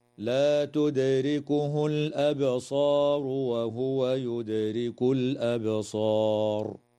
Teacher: تقلقل الدال في كلمة تدركه وفي كلمة يدرك